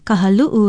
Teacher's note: Be sure to sound the glottal stop, or okina, as we call it in Hawaiian.